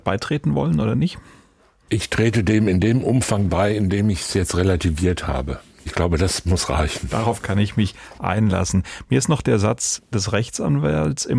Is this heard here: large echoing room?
no